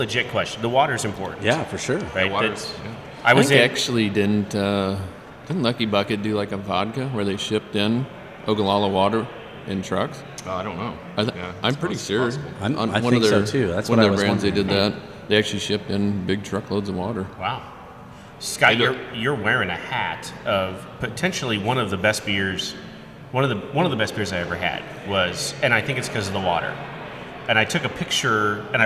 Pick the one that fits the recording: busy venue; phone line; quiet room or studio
busy venue